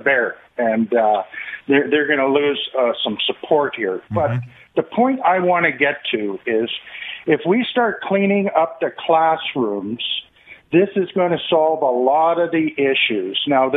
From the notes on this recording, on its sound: Open Lines. Opens up the phone lines to take your calls.